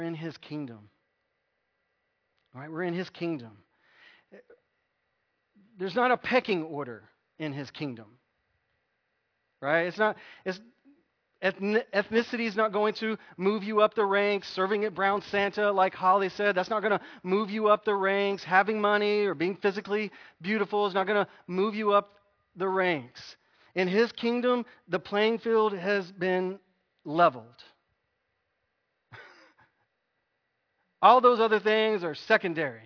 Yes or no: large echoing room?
yes